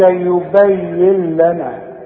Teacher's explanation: بشبك الياء مع اللام وكأن النون غير موجودة